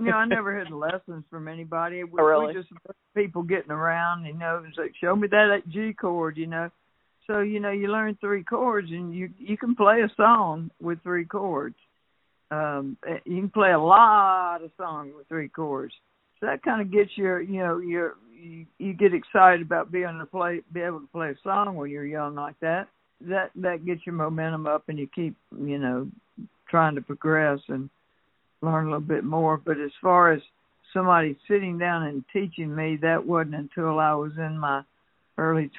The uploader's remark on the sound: Had a fun phone conversation